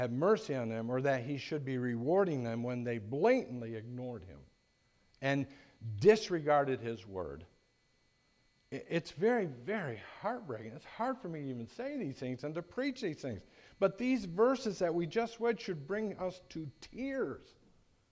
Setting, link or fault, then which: setting, large echoing room